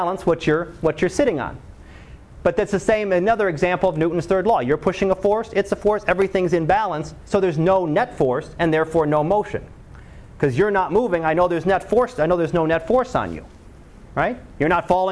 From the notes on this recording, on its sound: Live Class Lecture.